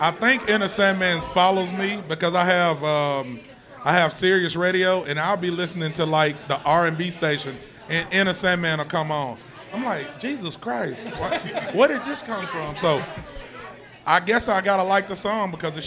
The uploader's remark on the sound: The Spring Game Pregame Show live from Sharkey's. Came together down in Blacksburg.